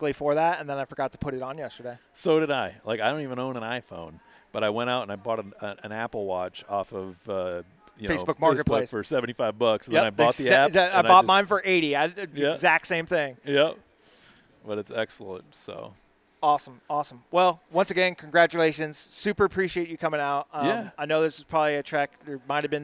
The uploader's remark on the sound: Just a ton of interviews with people from the event.